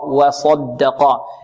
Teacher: الواو مرققة والصاد مفخمة والدال مرققة والقاف مفخمة، إذن هنا مرقق مفخم، مرقق مفخم.